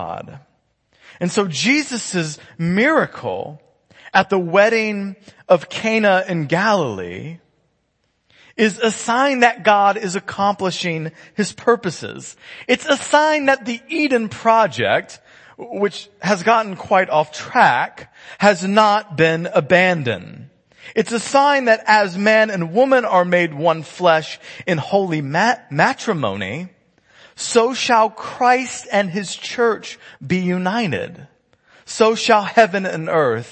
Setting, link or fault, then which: setting, large echoing room